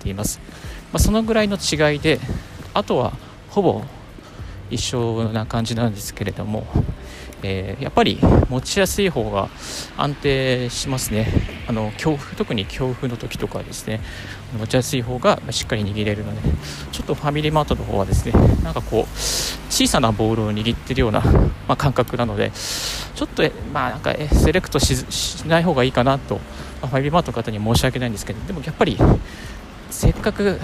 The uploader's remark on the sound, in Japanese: 歩きながらラジオ配信